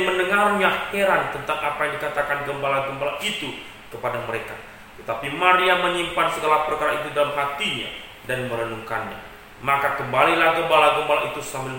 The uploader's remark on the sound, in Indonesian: Jalan Kalimantan No.9. GSRI SINGKAWANG. Rekaman ibadah pemuda.